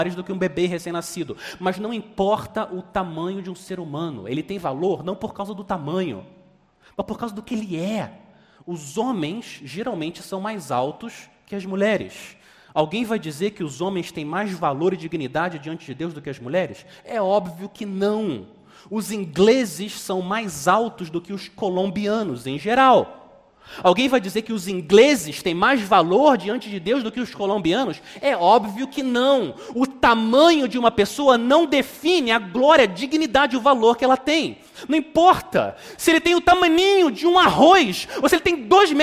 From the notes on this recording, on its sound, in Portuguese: Mensagem gravada na Igreja Batista Jardim Minesota